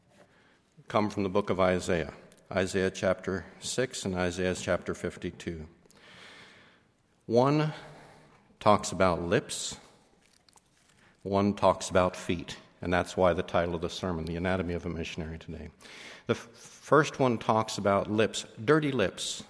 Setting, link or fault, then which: setting, large echoing room